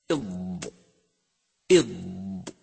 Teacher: صفات حرف الضاد المتضادة: أولا الجهر، فلا يجري النفس عند النطق به كما هو الحال في حروف الهمس إض إض. ثانيا الرخاوة، فيجري الصوت معه عند النطق به